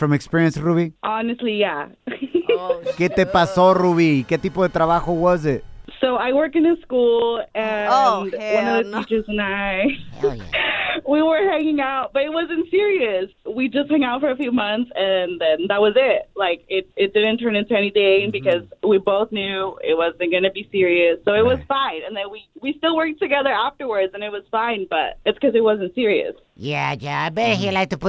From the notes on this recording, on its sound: we opened up the phone lines